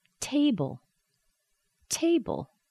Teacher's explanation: I feel a lot of air coming out of my mouth when I say that T. Table, two-syllable word.